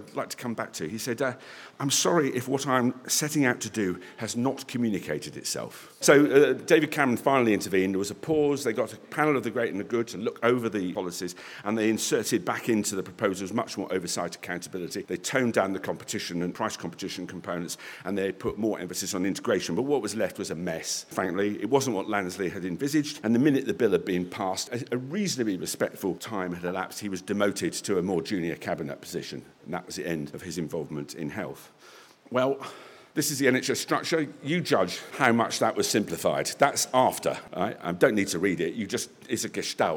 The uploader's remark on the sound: The inaugural John Deeble Lecture was presented at Parliament House on the 18th of October 2019 by the Australian Healthcare and Hospitals Association.